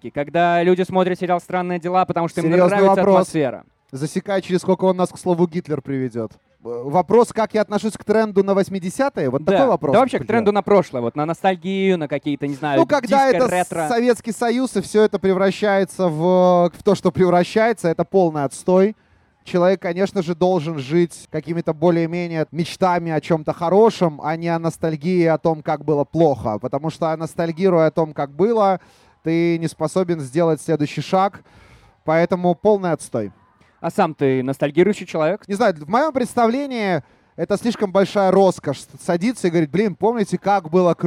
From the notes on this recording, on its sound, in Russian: Открытая запись подкаста. Этот выпуск мы записали на фестивале Vulitsa Ezha, где свою подкаст-площадку организовали крутые ребята из teamteam studio. Так что не удивляйтесь посторонним шумам: это все довольные зрители.